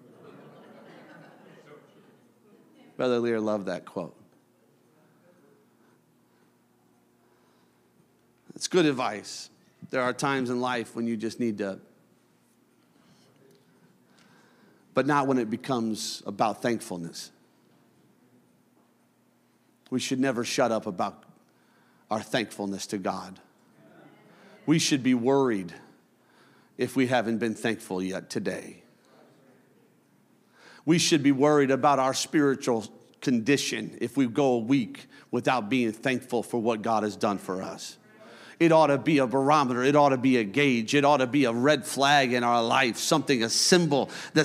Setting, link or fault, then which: setting, large echoing room